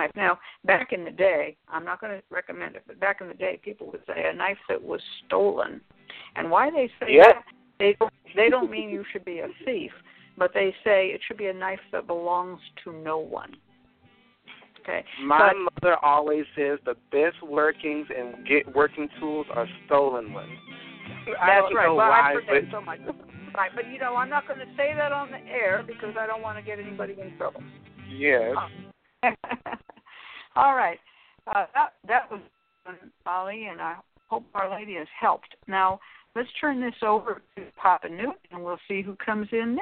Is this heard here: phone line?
yes